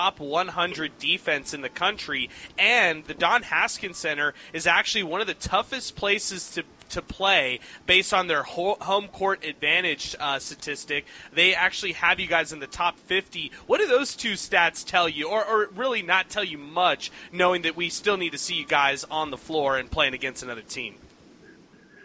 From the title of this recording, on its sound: Live at Del Valle